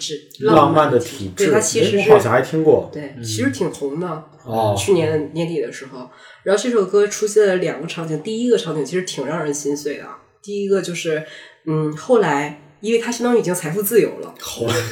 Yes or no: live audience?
no